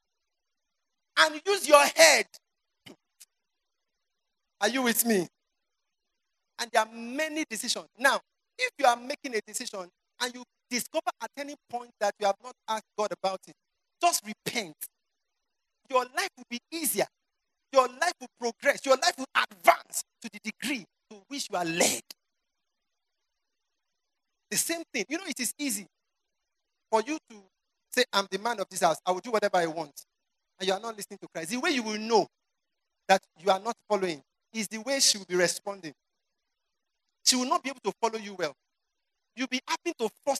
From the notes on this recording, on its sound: You are listening to sermons from our annual word & worship festival.